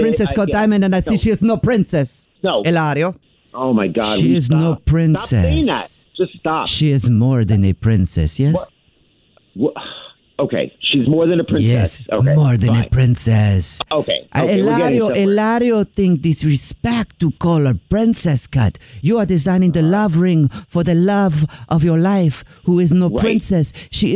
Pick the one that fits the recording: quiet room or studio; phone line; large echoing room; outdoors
phone line